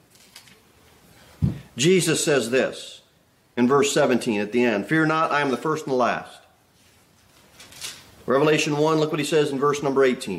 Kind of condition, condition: setting, large echoing room